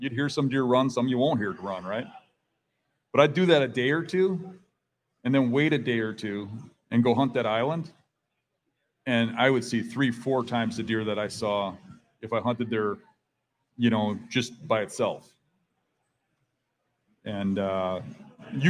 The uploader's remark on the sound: take questions from the audience at the Mobile Hunters Expo